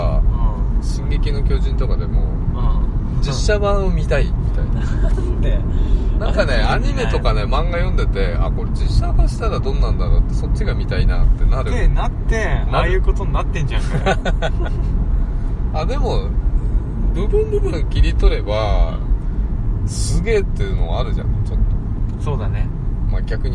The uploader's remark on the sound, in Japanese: 車内での録音です、音質悪いです